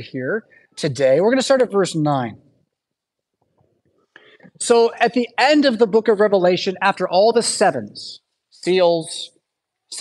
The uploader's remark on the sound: Preached at St Paul Lutheran Church , Rockford, Illinois on Sunday July 16th, 2023.